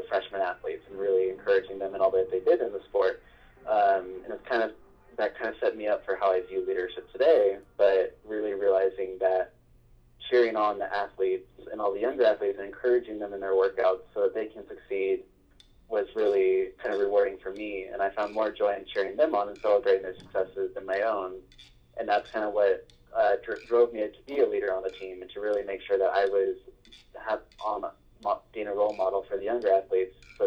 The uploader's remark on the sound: Our first over the phone interview!